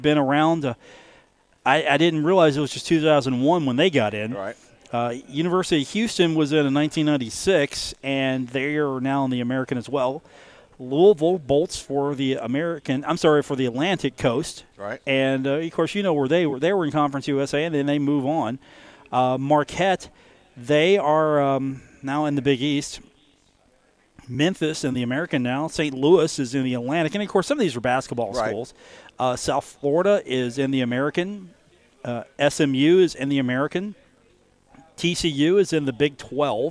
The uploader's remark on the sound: Live from the Union Pub and Grill